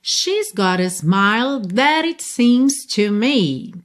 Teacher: Então aqui temos dois rarara, duas letras T's que viraram rarara.